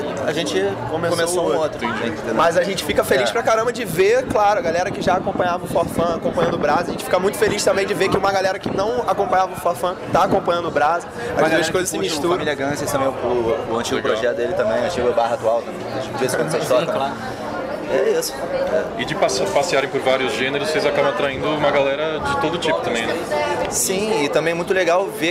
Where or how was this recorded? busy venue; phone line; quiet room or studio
busy venue